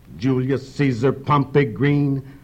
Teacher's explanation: Here we're cranked up by four trochees in the first line.